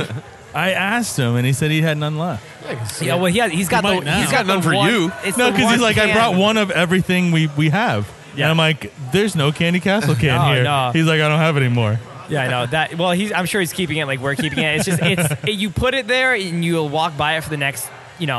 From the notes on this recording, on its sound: We are on location at Bad Sons Beer Co this week.